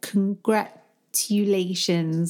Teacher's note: rather than a ch, she'd probably have a tu